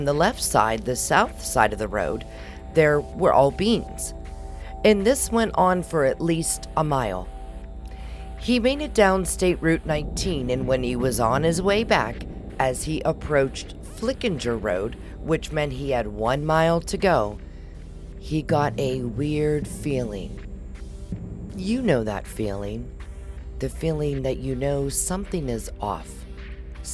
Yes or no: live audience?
no